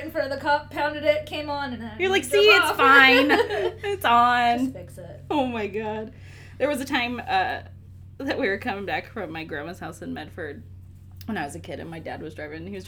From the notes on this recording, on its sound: subpar audio quality